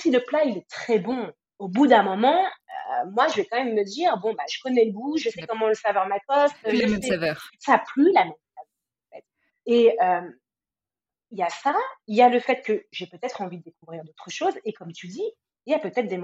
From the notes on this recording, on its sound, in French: Je m'excuse pour la qualité du son.